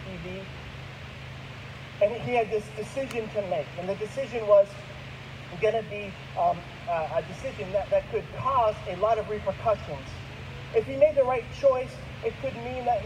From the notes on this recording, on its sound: There were some technical difficulties in the recording of this week's message. We apologize for the audio quality.